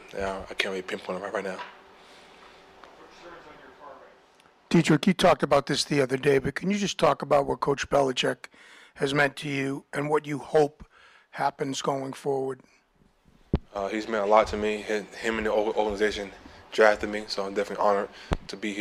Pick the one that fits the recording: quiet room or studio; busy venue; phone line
busy venue